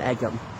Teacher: So don't pronounce the H in Egham, and it's a single G in Egham.